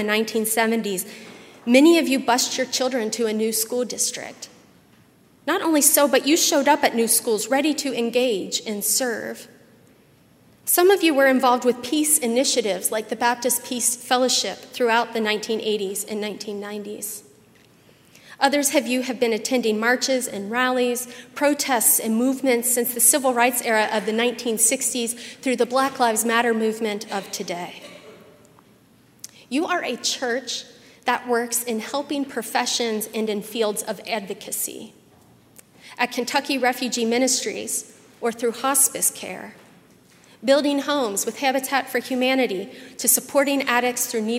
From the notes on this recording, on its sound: at Highland Baptist Church, Louisville, Kentucky